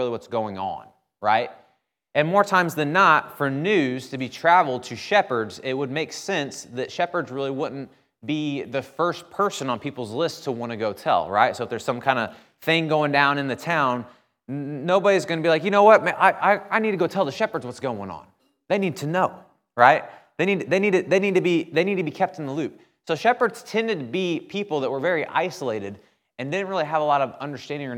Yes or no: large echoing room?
yes